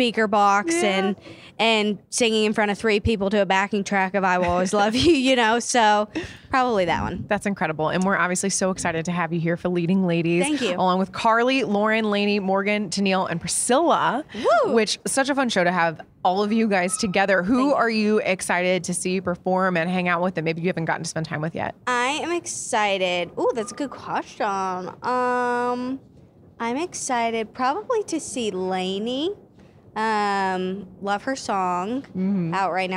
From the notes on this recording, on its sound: backstage at Audacy's Leading Ladies Live